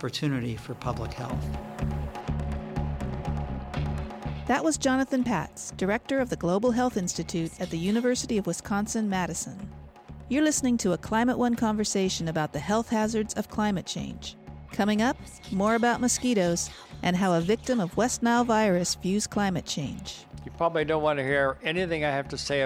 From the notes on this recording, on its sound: This program was recorded at The Commonwealth Club in San Francisco.